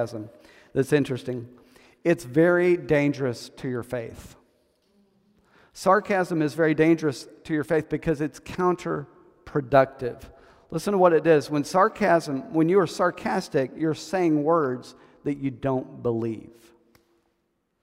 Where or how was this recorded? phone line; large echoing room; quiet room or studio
large echoing room